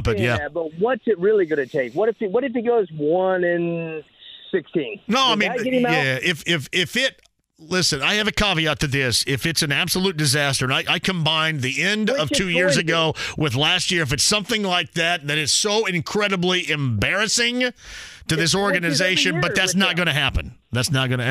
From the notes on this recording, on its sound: He opens the phone lines up and takes a call from a Colts fan! The show keeps rolling with some more phone calls from listeners!